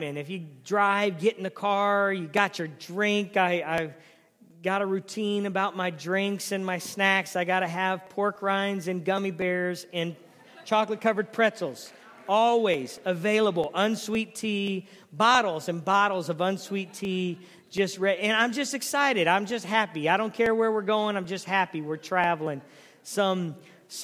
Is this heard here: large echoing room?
yes